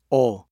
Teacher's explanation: Pronounced like the O in home, but without the U glide.